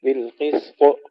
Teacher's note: عندما نقف على بالقسط ننتبه أن لا نمسك السين كثيرا حتى لا نشدد الطاء، لا نقول بالقسط هكذا صارت الطاء مشددة، بالقسط القلب بدون تشديد.